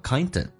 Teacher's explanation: D 跟 N 形成个连音， and 不被强调，弱化成 N